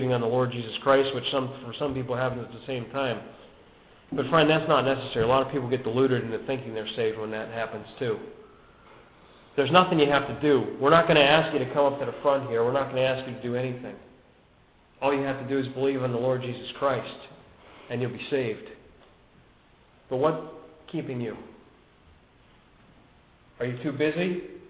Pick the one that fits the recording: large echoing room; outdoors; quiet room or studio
large echoing room